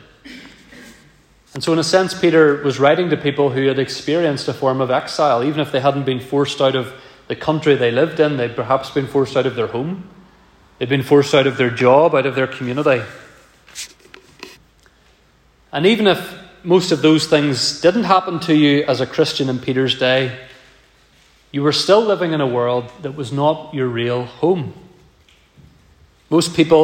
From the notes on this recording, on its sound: This message was preached at our first Autumn Guest Service of 2023.